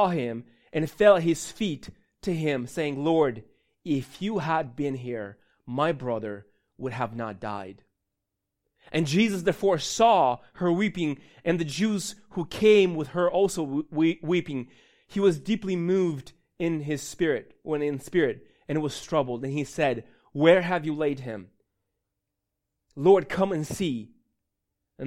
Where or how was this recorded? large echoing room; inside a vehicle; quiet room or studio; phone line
large echoing room